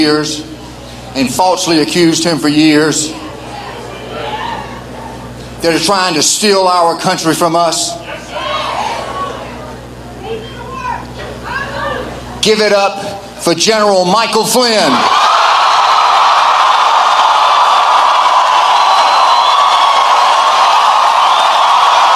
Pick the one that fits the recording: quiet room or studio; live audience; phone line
live audience